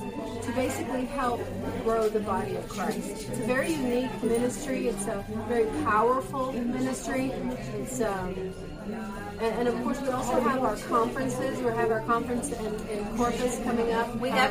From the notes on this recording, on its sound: Please excuse the background noise. This is the only place we could meet.